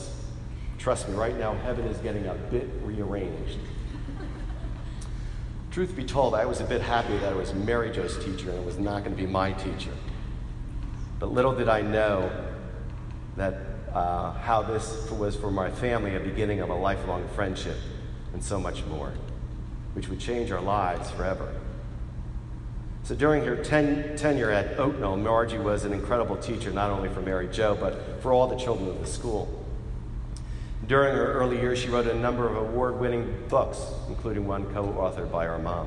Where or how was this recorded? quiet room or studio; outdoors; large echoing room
large echoing room